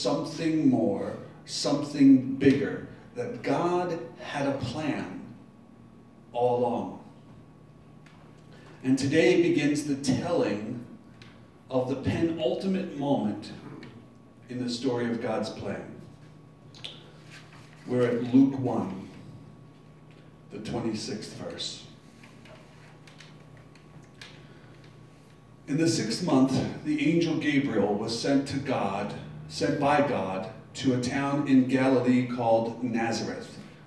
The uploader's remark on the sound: Live from Black Cloister Brewing Company.